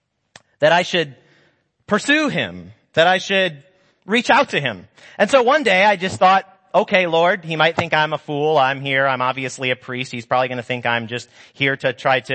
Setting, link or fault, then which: setting, large echoing room